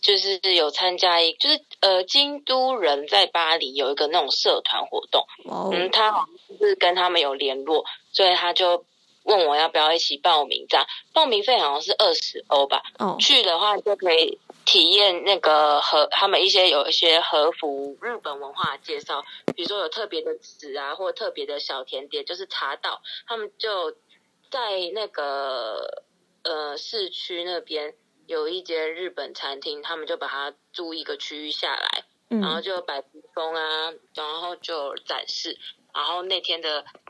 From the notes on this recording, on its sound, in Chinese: 第一次嘗試電話錄音，希望音質不會太糟